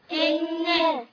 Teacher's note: ألف همزة وكسرة. نون حرف غنة مشدد بفتح حركتين